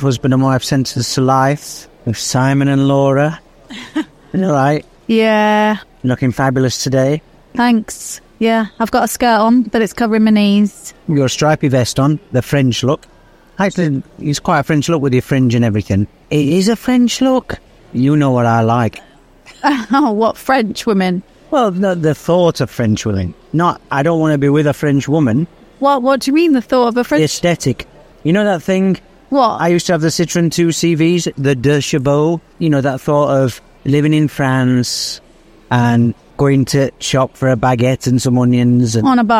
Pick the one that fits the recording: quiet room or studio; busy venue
busy venue